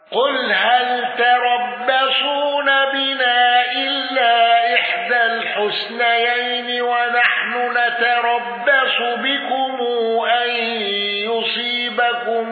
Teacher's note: قالون بقصر المنفصل وصلة ميم الجمع